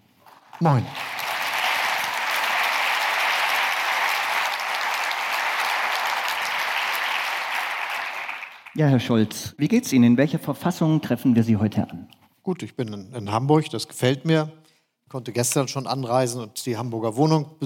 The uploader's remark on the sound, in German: Das Gespräch ist eine Aufzeichnung der Veranstaltung "Lange Nacht der ZEIT 2023". In Hamburg vor Publikum stattfand und per Livestream übertragen wurde.